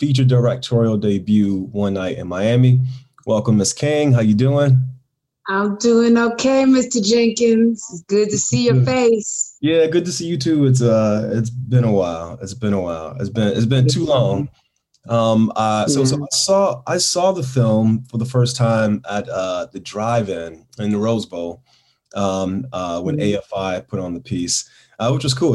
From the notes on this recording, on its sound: in a spoiler-filled virtual Q&A